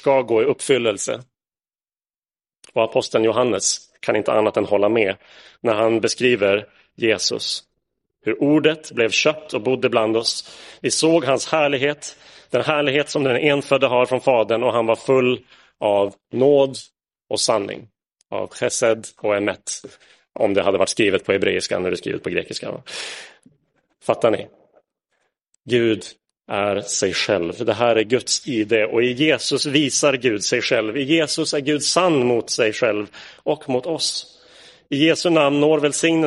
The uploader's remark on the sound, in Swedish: Inspelad i Roseniuskyrkan den 3 juli 2022.